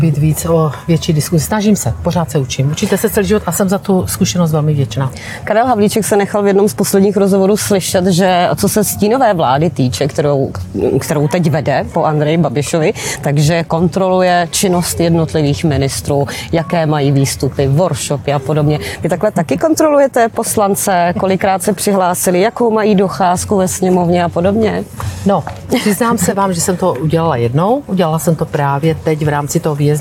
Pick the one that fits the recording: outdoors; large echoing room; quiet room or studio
outdoors